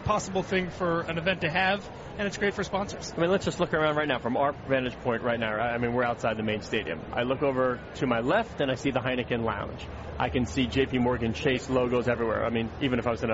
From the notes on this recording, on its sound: Live from the 2016 US Open.